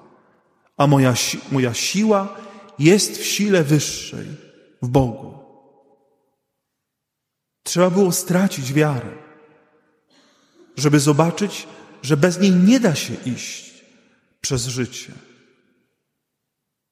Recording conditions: large echoing room